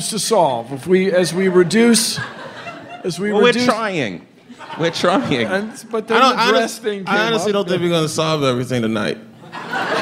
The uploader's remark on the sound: StarTalk Live!